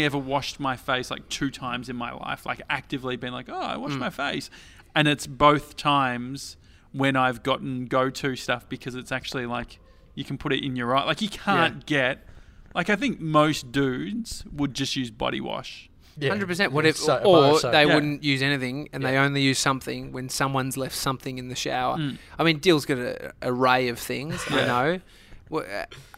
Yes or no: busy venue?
yes